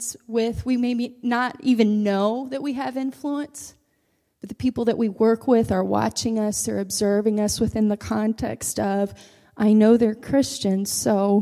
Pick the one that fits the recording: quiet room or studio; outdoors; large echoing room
large echoing room